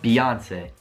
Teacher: con lo stress sulla O